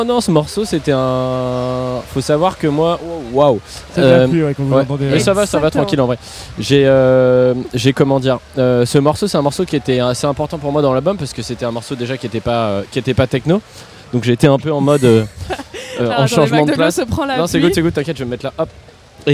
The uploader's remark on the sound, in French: Ce week-end on est en territoire Landais au Little Festival pour quelques jours a se mettre au vert (ou pas).